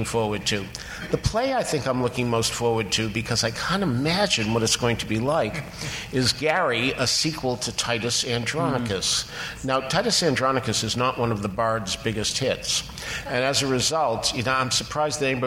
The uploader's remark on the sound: Live at BroadwayCon